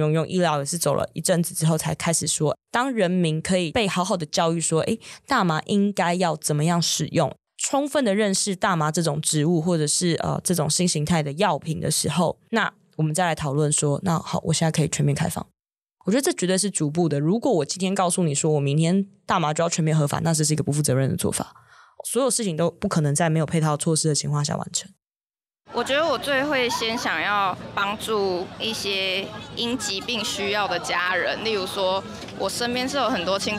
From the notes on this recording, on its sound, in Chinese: 2023 年 4 月 16 日是台灣的大麻遊行：綠色浪潮！鬼島之音在現場擺攤共襄盛舉，《大麻煩不煩》節目製作組還進行了突擊街訪，蒐集了現場民眾對於台灣大麻合法化的真心話。今年的綠色浪潮是自舉辦以來，參與遊行人數最多的一次。鬼島之音的團隊也跟著隊伍從頭到尾走完了整趟遊行。